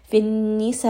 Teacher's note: So in order to give it a little bit more audibility, to make it more audible to the reader and the listener, I'm going to give this hamza a little bit more of a jerking noise · Term: nabr